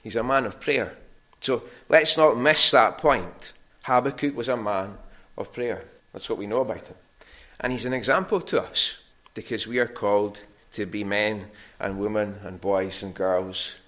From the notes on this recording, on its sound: Recorded at North Harris Free Church on the evening of Sunday, 20th August 2023.